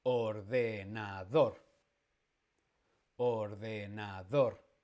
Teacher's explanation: Tiene la fuerza en la última, es aguda.